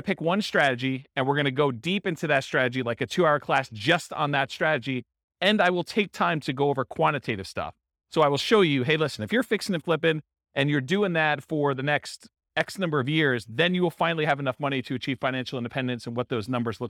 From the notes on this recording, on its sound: This was a live class recorded. In Santa Clarita, California.